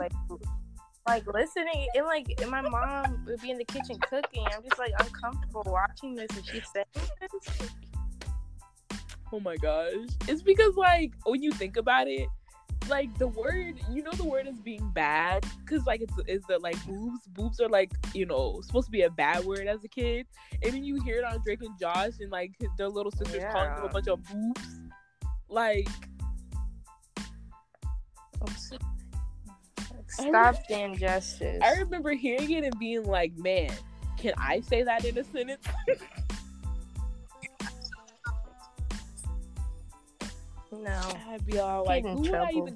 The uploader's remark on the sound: sorry for the audio cut outs and the audio drops